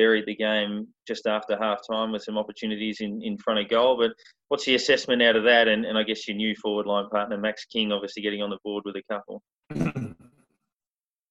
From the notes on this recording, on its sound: This podcast was produced in isolation via a Zoom conference call.